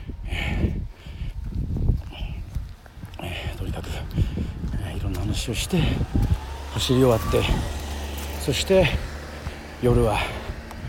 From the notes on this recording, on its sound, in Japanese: 与論島の名所でもあるホワイトロードでダッシュランしてます。走りながらの収録なので聞き苦しい所も多々ありますが。